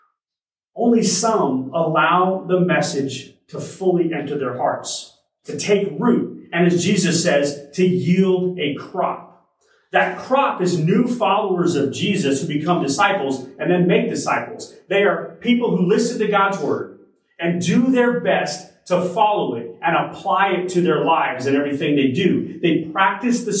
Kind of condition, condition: setting, large echoing room